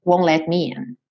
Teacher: Por que que eu pintei de cinza o T do won't? Porque ele juntou no som do N já won't let. Ele não foi mesmo pro T